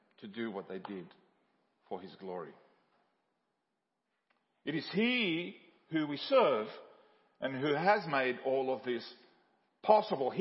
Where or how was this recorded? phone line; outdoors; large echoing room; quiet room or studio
large echoing room